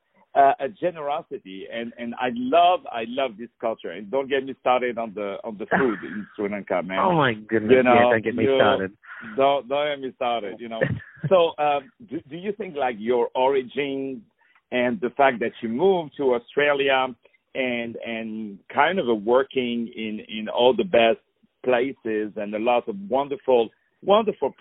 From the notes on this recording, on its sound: On the phone